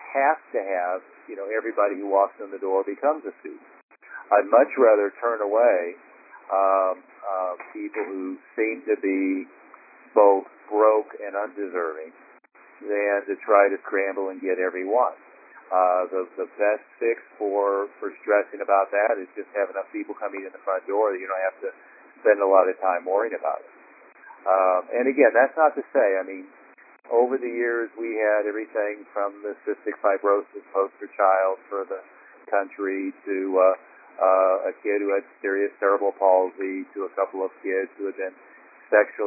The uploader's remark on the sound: Maximum Impact Monthly Teleconference. Host a regular “Best Practices” conference call for all Maximum Impact Members and above.